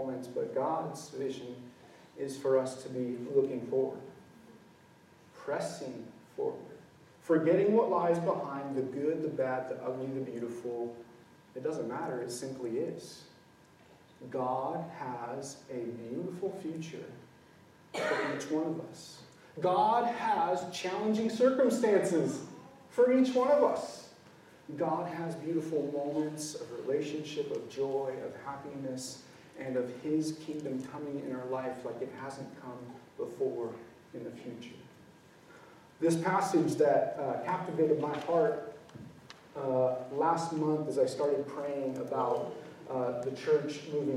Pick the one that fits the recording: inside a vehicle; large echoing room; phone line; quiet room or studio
large echoing room